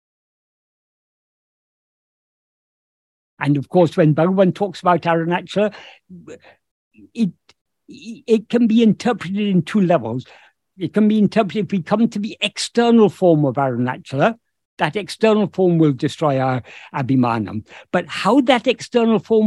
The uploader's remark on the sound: In a Zoom meeting of the ‘Ramana Maharshi Foundation UK’ on 8th October 2022